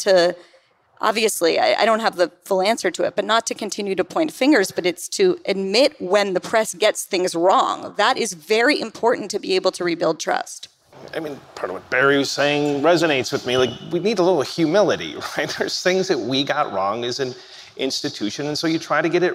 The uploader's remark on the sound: comes to you from the Milken Institute's 2022 Global Conference